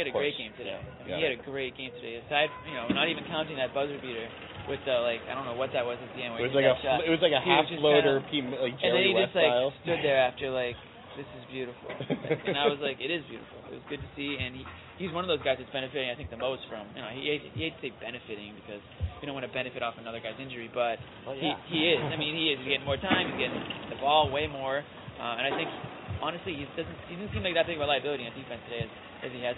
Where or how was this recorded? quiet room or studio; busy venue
busy venue